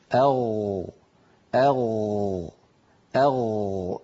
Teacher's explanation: ولاحظوا بأن المخرج لا ينقفل، لاحظوا بأن المخرج مفتوح · Term: الغين